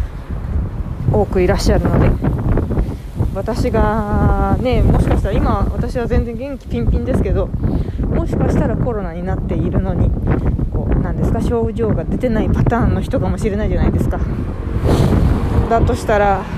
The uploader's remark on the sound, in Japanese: 浅草からお届けします（強風注意）。風の音がすごい。今晩、マイク強化工作に励みます。